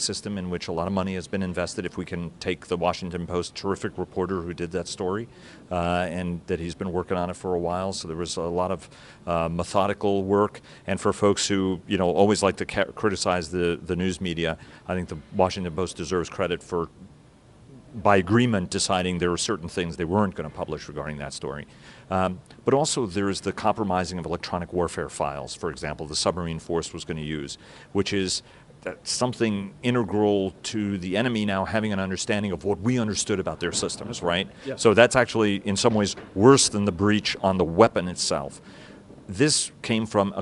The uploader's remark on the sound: The interview was conducted on the sidelines of CNAS’ annual conference, this year titled, “Strategic Competition: Maintaining the Edge.”